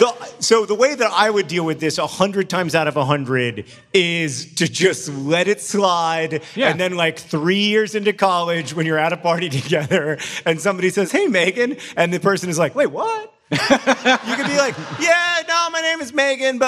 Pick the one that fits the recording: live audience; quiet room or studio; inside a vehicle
live audience